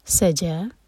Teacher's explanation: جب سین پڑھیں گے تو سی ٹی کی آواز کے ساتھ. سا ایک حرکہ اور جا دو حرکہ لمبا، سجا.